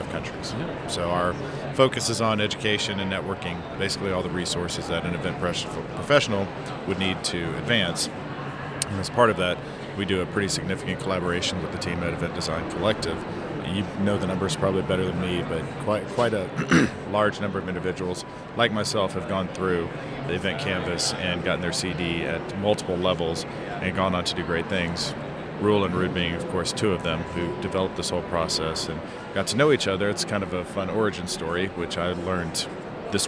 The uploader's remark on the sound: Live from #IMEXAmerica